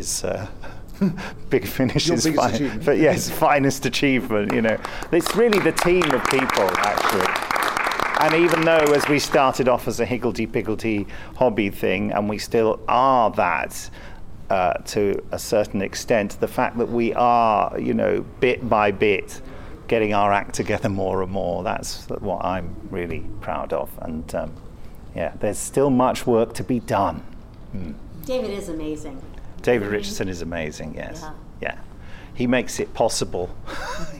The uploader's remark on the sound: Chicago TARDIS 2015 Part 2. The Big Finish Podcast continues, live from Chicago TARDIS 2015!